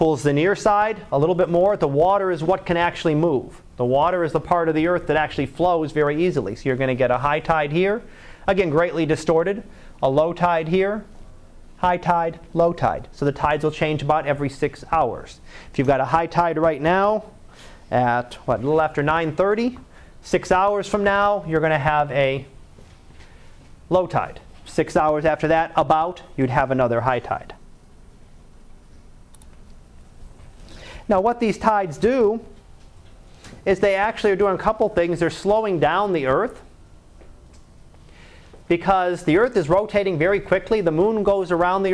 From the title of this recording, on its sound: Live Class Lecture